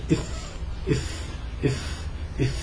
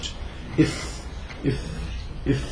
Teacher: مهموس ورخو، لذلك يخرج صوت غير مصنع أو هواء غير مصنع خلينا نقول، وبخرج ويتصل صوت الفاء باتصال دفع الهواء في المخرج إف إف إف هكذا.